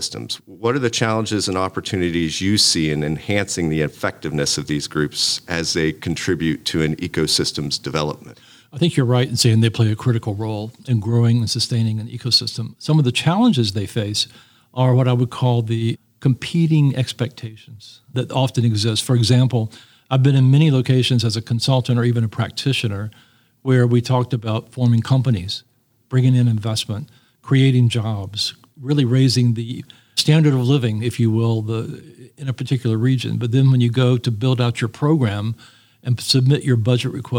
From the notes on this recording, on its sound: This episode was recorded at Bio on the Bayou, the annual event in New Orleans